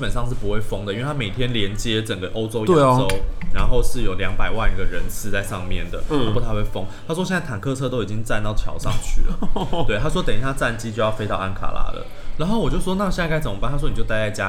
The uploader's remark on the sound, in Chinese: 本集白噪音指數：蚊風級 1/5。錄音地點：登陸土星土耳其咖啡永康店。